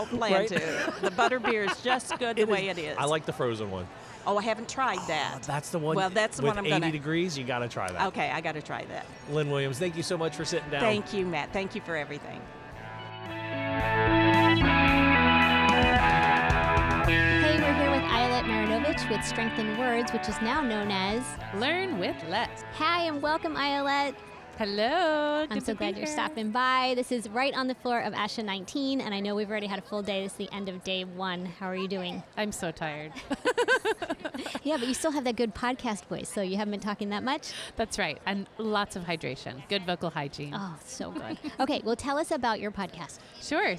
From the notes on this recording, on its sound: At the live podcast event